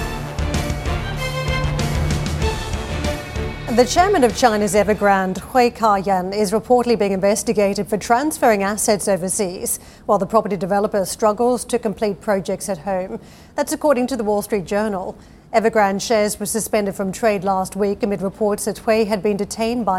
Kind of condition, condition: setting, busy venue